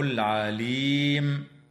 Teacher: وفي كلمة العليم هي لام ال أيضا، ولكن حكمها الإظهار القمري